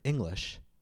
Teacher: when I say the word English, I stress the first syllable, ing. Notice how the vowel in the first syllable is longer and the pitch, the tone, is slightly higher.